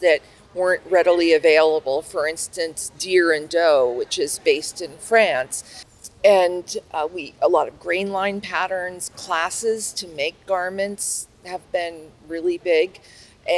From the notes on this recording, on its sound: Recorded at Fall Quilt Market in Houston, Texas. I did man-on-the-street style interviews with shop owners I’d never met before, walking up to them while they were in line for Sample Spree or sitting down with them at the round tables outside of the Schoolhouse classrooms.